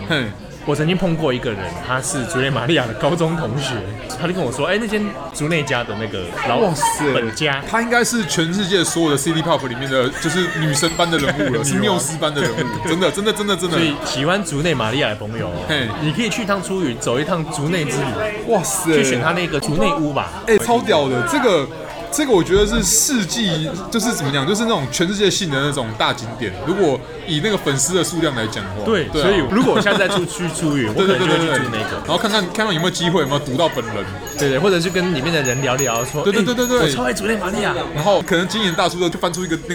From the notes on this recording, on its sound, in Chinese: 本集白噪音指數：狂風級 5/5。在有可能是耳朵旅行社開播以來最吵的錄音環境中。錄音地點：老樹咖啡。